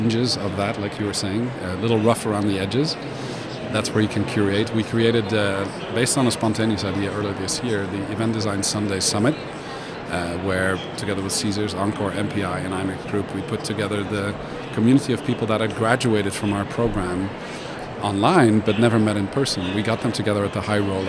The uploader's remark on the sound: Live from #IMEXAmerica